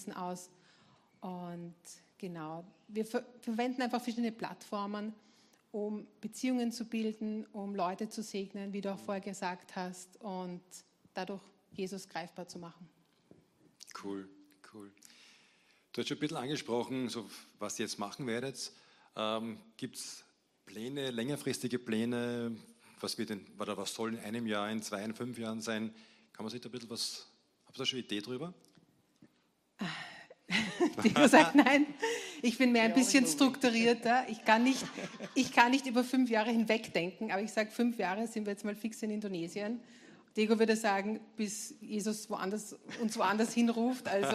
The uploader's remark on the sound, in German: Gottesdienst live aus der LIFE Church Wien.